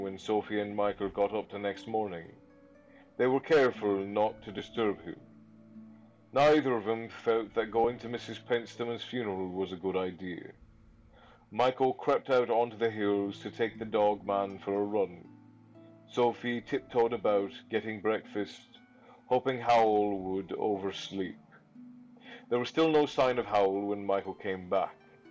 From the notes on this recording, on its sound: Recording was strained his week, I do apologize for the distorted audio!